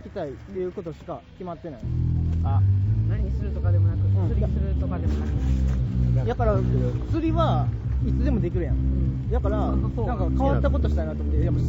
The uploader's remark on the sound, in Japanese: またしても野外収録です！服部緑地野外音楽堂にて開催されていた音楽イベント「Room Special」をさらに野外から楽しみつつ、焼き物大会！！その間を埋めるすばらしいミュージックも流れております。音量バランスも リハーサル音：声：厚揚げジュウジュウ＝6：3：1な具合。